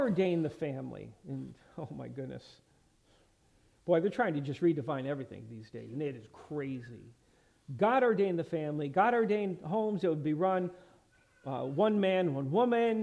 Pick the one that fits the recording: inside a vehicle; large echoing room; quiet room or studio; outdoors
large echoing room